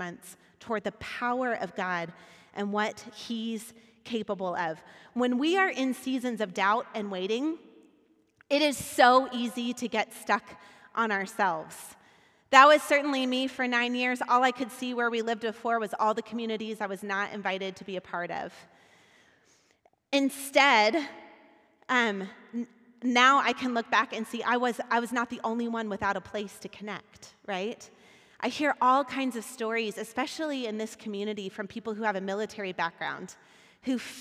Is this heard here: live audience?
yes